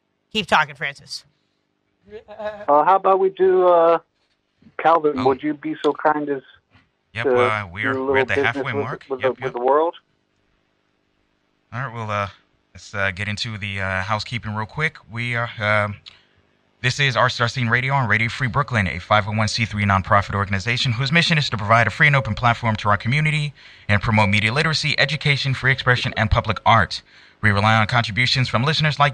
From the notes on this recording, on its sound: Due to a foot injury I had to call in to this fascinating episode.